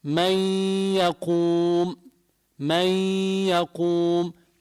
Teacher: ثم النوع الثاني هو الإدغام بغنة، يعني بيطلع معي غنة لما بدغم من الأنف